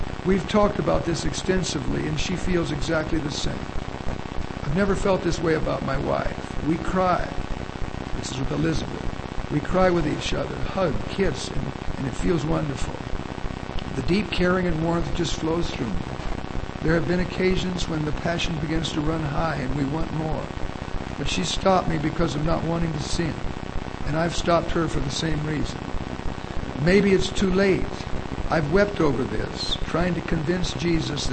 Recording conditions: poor sound quality